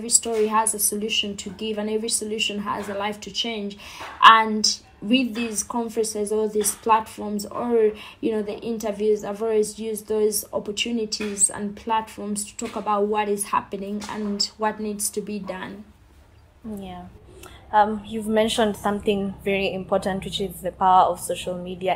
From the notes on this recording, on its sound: There is also a bit of background noise that could be cleaned out during post production.